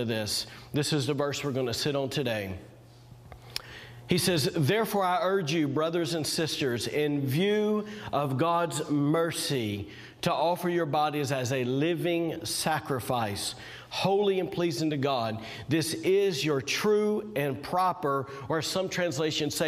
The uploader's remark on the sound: was recorded on Sunday, February 21st, 2021, during service at The Anchor Church in Rockport, Maine